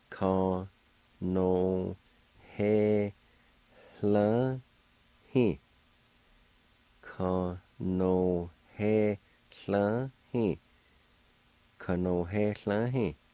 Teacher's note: in this word, right between the H-E and L-V, there's a faint H sound